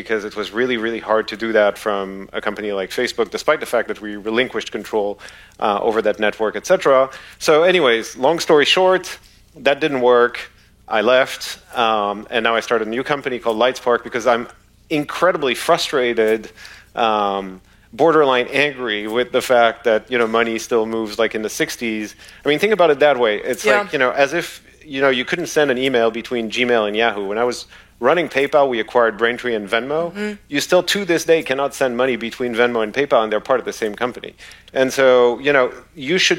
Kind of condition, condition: setting, busy venue